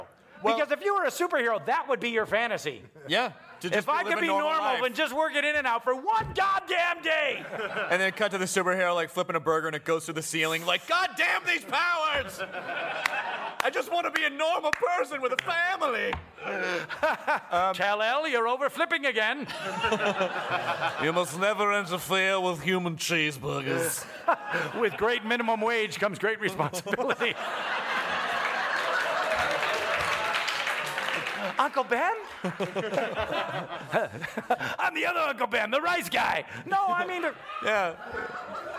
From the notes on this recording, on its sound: This podcast was recorded at Largo in front of many wonderful nerds on July 28th